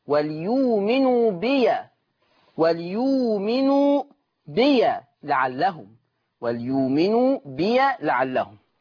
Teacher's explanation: وليؤمنوا بي، طبعا ورش يقول وليؤمنوا يبدل الهمزة خلاص، كلمة بي هي اللي عليها الفائدة، قرأ ورش بفتح ياء بي وصلا